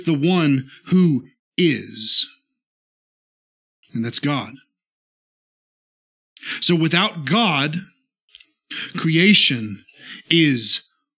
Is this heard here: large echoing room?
yes